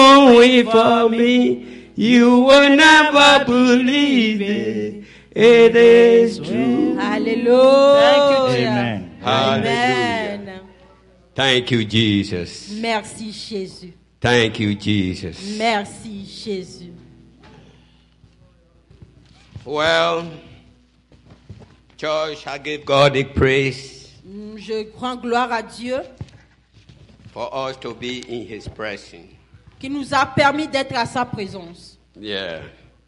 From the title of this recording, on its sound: Celebration of Praise and Worship Service